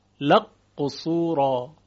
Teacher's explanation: ادغام کاف در قاف لکه قصورا